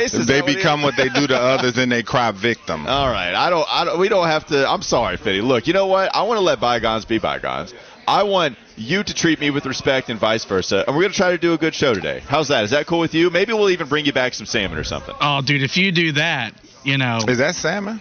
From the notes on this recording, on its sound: live from the Wells Fargo Championship